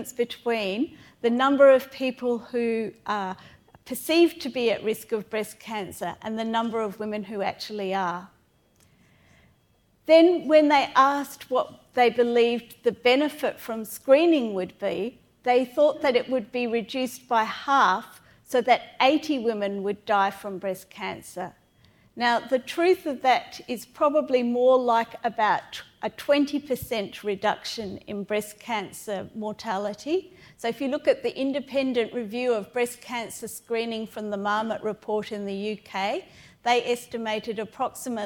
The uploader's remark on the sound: Panel discussion with audience Q&A